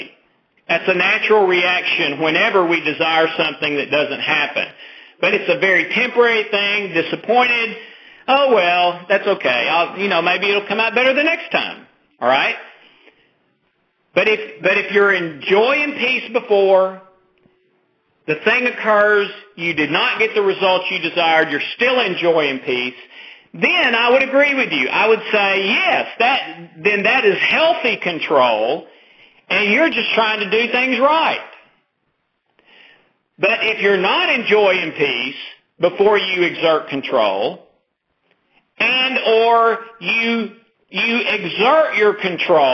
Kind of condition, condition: link, phone line